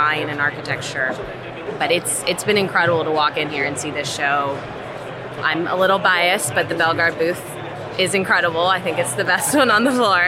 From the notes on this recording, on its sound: It only makes sense to bring it to the industry’s premier tradeshow and education event. Is live from the floor at Hardscape North America.